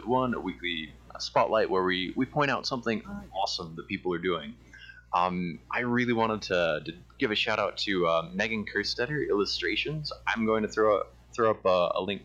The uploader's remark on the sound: I apologize for the bad sound quality for most of the episode